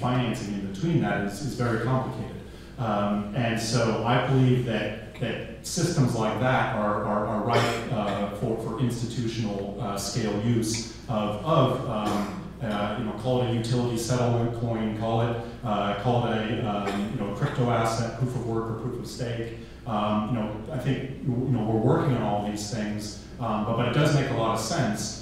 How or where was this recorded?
live audience